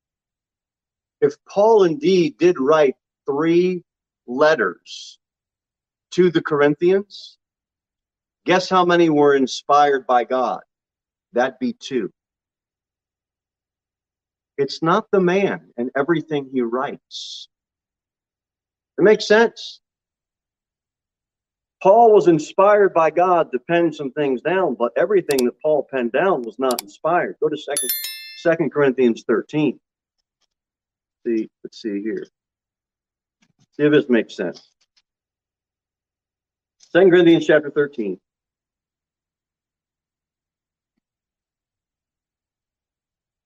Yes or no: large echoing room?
yes